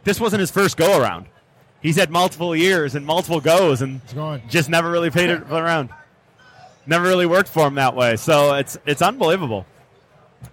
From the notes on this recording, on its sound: Live from Motor City Comic Con